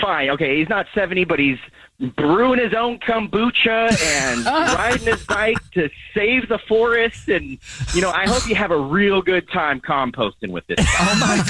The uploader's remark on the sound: We get that other person on the phone